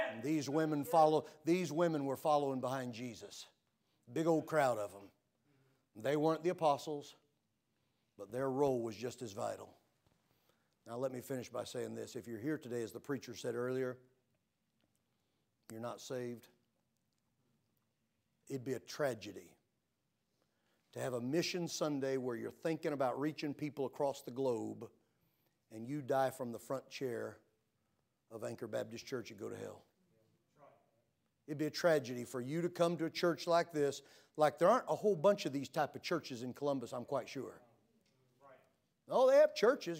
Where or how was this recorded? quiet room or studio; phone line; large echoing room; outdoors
large echoing room